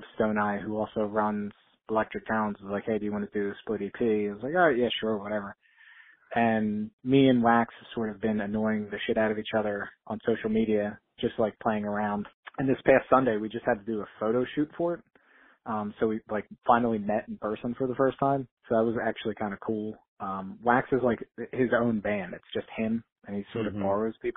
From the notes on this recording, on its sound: Called in to chat.